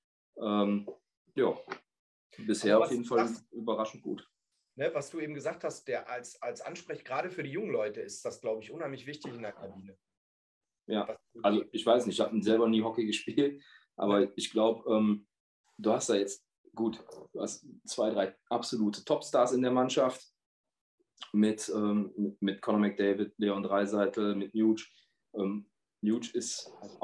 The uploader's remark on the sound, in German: Entschuldigt für die erneuten Tonprobleme, wir arbeiten dran.